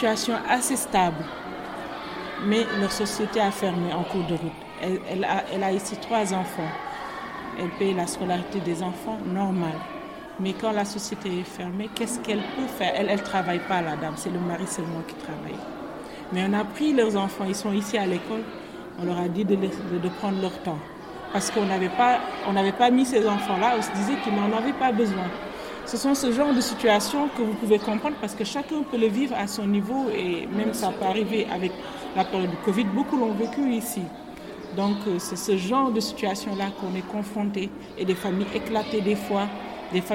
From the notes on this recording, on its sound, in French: Un épisode à l’ambiance un peu particulière, en totale immersion, enregistré dans la cour de l'école Keur Maïmouna à Saly.